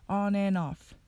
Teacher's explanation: and の d がなくなると an になるので off とつなげると an off となります